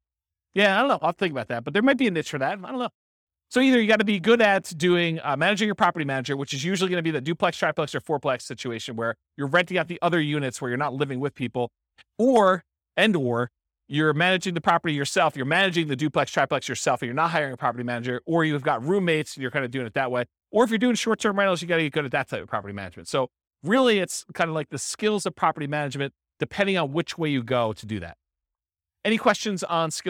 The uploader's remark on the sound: This was a live class recorded.